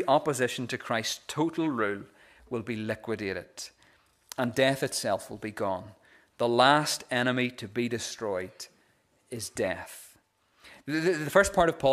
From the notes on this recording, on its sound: the recording of the Bible reading and sermon from our Easter Sunday morning service